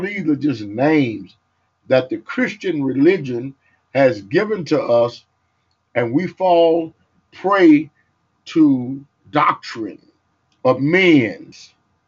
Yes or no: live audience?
no